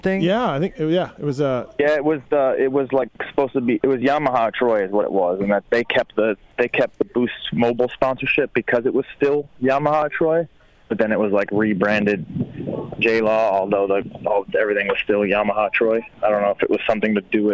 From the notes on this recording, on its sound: In-Studio. On the phone from his original hometown of DEWITT Michigan.